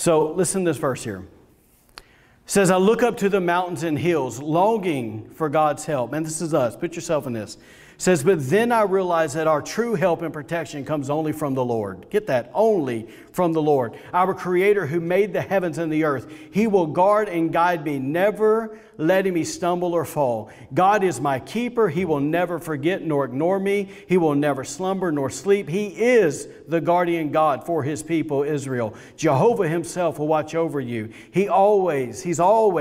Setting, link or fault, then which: setting, large echoing room